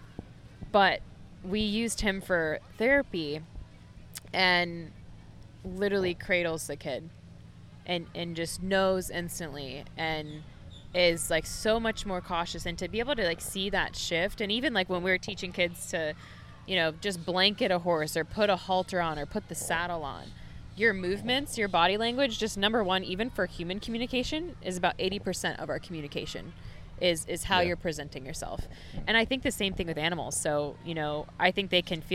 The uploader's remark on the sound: Recorded on the beach in Surfside, Florida on Earth Day.